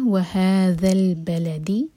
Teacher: آگے کنیکٹ کریں گے تو ذال کو ہم لام سے جوڑیں گے ذال کے بعد جو الف ہے یہ ڈراپ ہو جائے گا